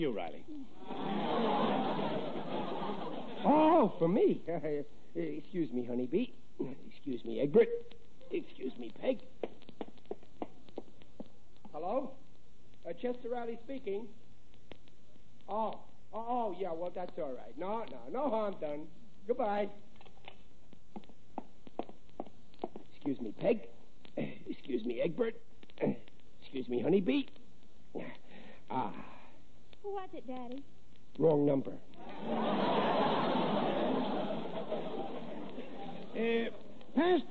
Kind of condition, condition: setting, live audience